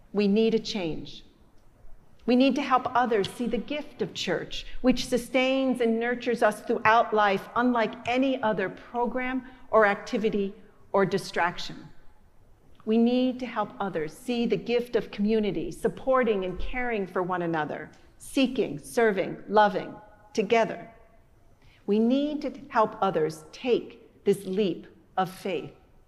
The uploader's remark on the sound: Sunday Sermon. Preached at our celebration of the Holy Eucharist on the Fourth Sunday after Pentecost.